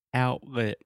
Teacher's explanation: Your tongue, everything is in position to make the T sound, and then you just don't quite do it. Your throat stops you, and we just say outlet. · Term: glottal T